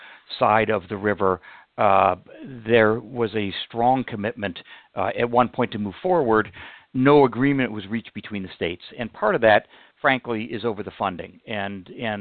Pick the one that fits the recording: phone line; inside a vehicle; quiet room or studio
phone line